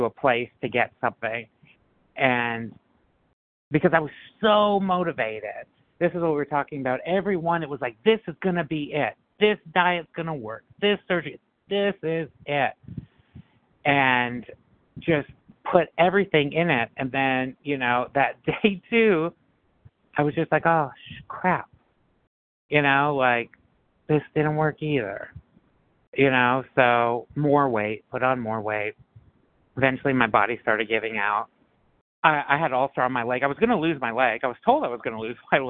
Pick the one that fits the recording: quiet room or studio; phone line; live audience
phone line